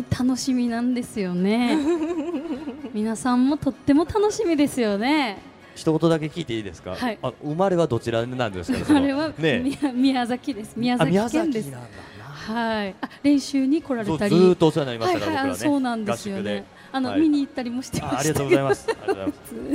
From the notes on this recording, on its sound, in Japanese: 東京・丸の内のマルキューブ 番組公開収録。